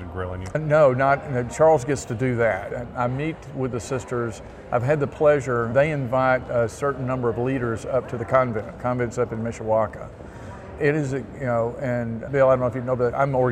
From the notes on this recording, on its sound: Interview in Action live from CHIME